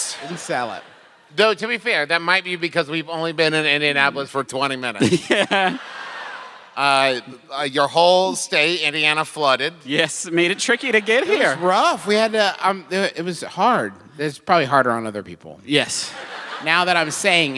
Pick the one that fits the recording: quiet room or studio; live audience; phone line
live audience